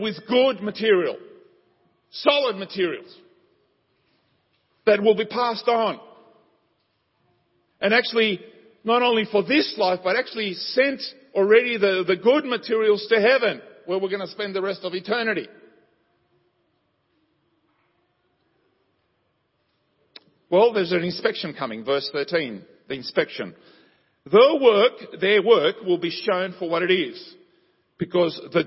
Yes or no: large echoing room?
yes